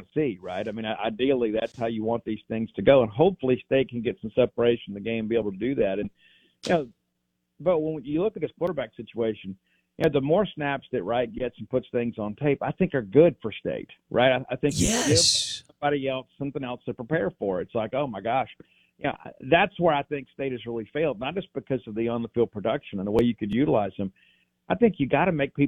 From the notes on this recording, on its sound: Joins the show on the Farm Bureau guest line talking about the biggest weaknesses for MSU football live in the BankPlus Studio.